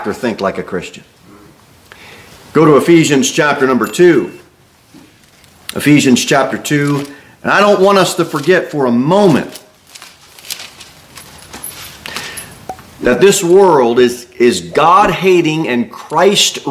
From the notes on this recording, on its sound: Sermon delivered at Pilgrim Baptist Church